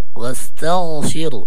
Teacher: واستغفروا يعني ترقق التاء وتفخم الغين